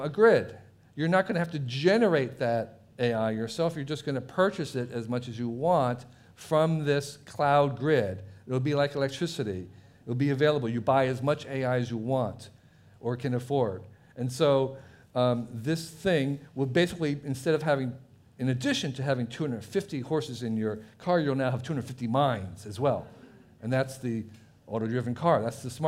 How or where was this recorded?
busy venue